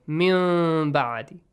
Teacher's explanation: you change the sound of tanween into a hidden meme sound. For example, min ba'adi, you change it to min ba'adi. · Term: iqlab